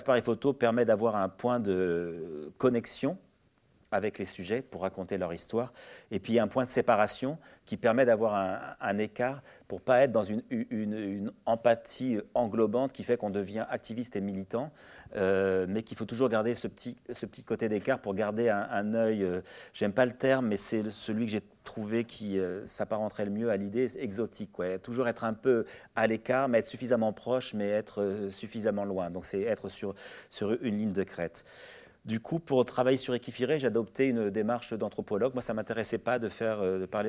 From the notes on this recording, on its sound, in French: Conférence enregistrée le 25 octobre 2023.